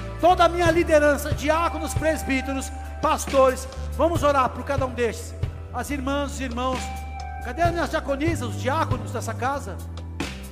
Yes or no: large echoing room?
yes